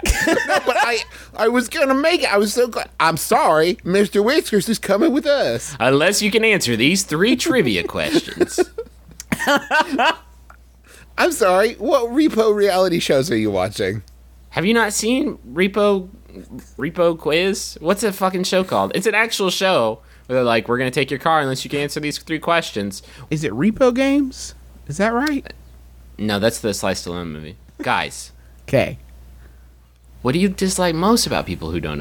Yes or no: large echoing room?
no